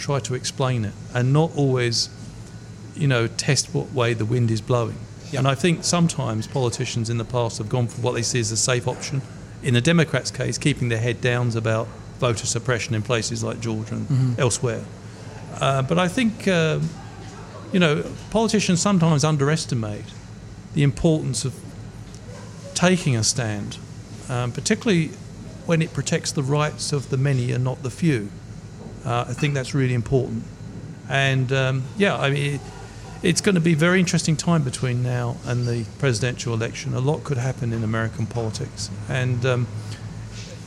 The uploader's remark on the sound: Broadcast live from Ombrellitos